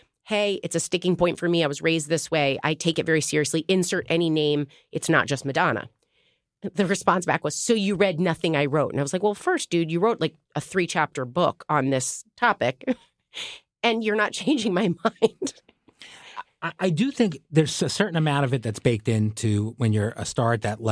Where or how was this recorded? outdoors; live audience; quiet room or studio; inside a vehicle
quiet room or studio